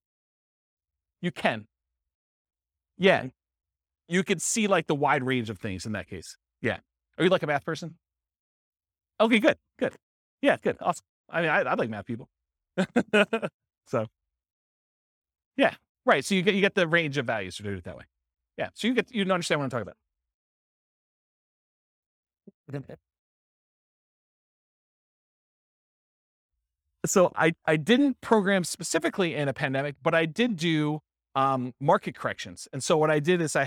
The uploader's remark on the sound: This was a live class recorded